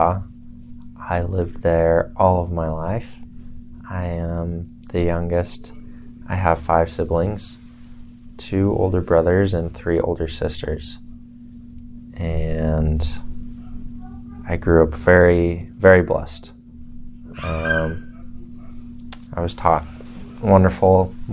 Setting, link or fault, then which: fault, sounds in the background